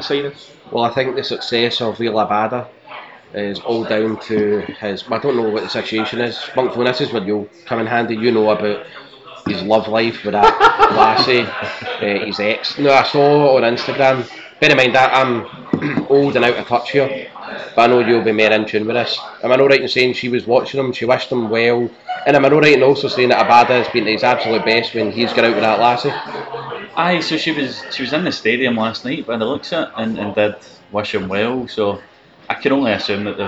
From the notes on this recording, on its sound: From a loud pub, which we could do nothing about